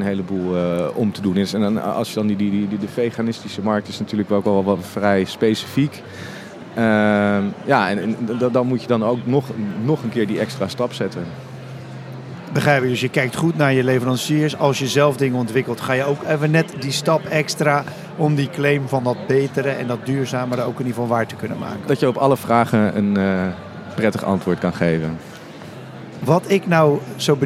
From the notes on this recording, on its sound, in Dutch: live vanaf de Horecava